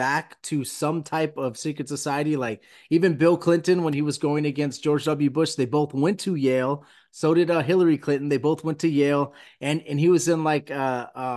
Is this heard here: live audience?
no